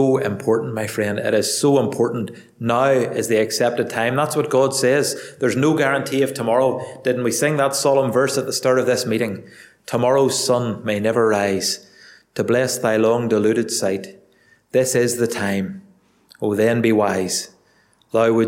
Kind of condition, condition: setting, large echoing room